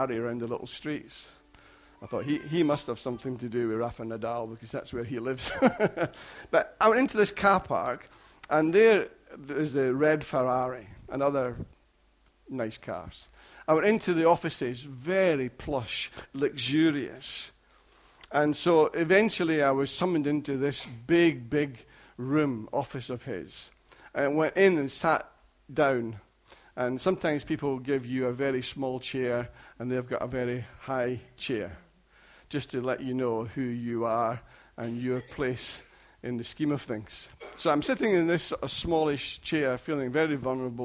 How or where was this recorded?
large echoing room